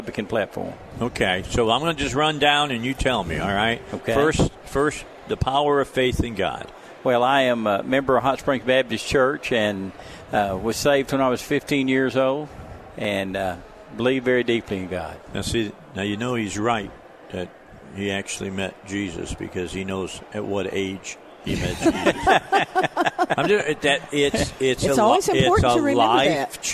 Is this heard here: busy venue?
yes